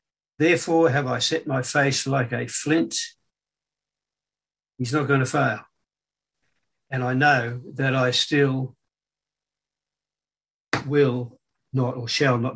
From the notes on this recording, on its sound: Talk 1 from Wednesday United zoom meeting on 20 October 2021